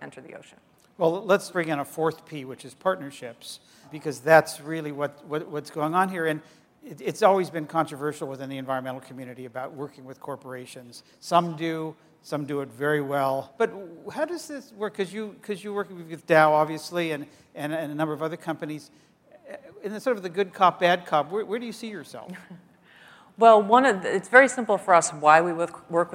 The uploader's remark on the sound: The best of live interviews from GreenBiz events.